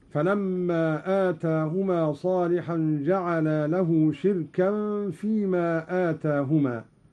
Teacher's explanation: قرأ قالون بكسر الشين وإسكان الراء وتنوين الكاف وترك الهمز هكذا: فلما آتاهما صالحا جعلا له شركا فيما آتاهما، وهو اسم مصدر بمعنى ذا شرك.